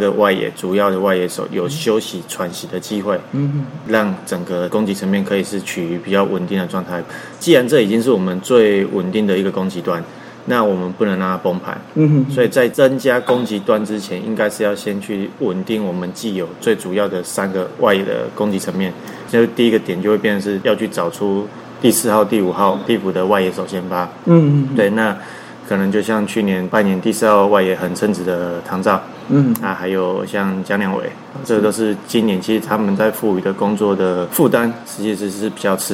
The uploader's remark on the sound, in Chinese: 本集錄音於球場，全程使用錄音設備較精簡，音質不佳請見諒。特別南下到獅隊春訓基地。